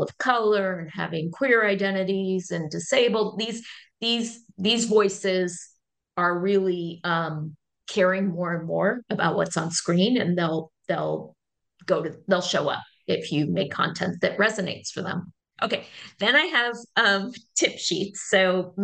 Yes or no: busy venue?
no